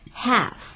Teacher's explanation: 这念 half 的时候那个 L 不发音啊，不要念成 half，所以再来一遍 half 就好了。你看现在说了现在是2:30或2:30，有两个说法。